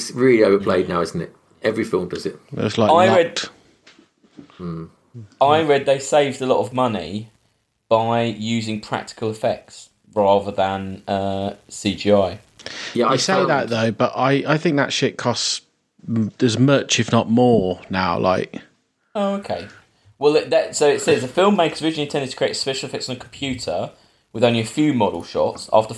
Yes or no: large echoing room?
no